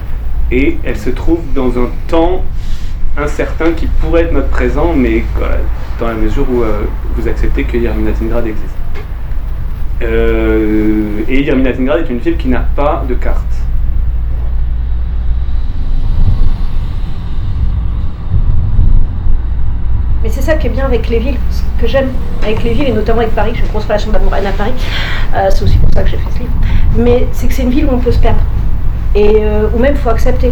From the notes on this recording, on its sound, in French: À la Bibliothèque Rainer Maria Rilke, Paris. Prises de voix: le téléphone.